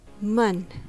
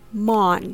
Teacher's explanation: the second syllable, mun, is pronounced with the light U sound or the schwa sound, uh. So it's mun instead of mon, Salmon, sermon, summon, salmon, sermon, summon, salmon, sermon, summon, salmon, sermon, summon, salmon, sermon, summon, salmon, sermon, summon.